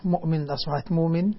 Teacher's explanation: إبدال الهمزة واوا بدل لأن قبلها ضمة